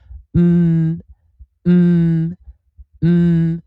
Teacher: 巴必须完全地闭合，然后发出“嗯”的声音。“嗯，嗯，嗯，嘴巴完全闭合，用鼻音